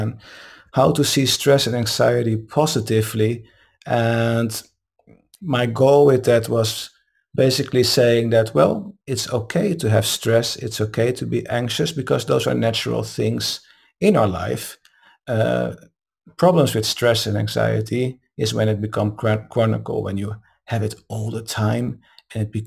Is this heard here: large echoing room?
no